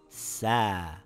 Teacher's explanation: The alif will stretch the fatha, and it will become sa. You pronounce the a for two counts. · Term: long vowel